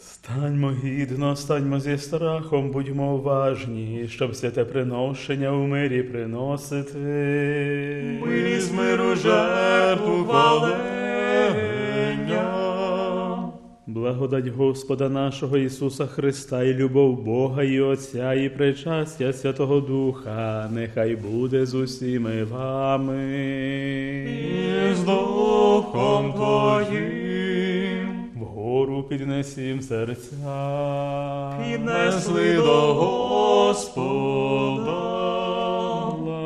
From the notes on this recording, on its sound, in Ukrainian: Співали студенти-богослови Папської Української Колегії святого Йосафата. Пропонуємо вашій увазі звукозапис цієї Святої Літургії.